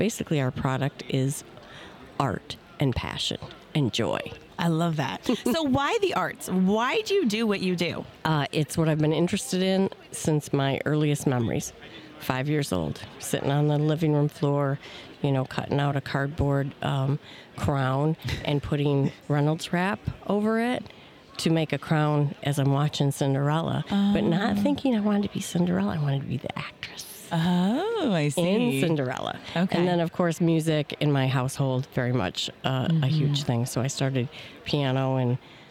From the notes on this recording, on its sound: Live From Our Booth at MAX Part 2. We are back with the rest of booth interview from MAX!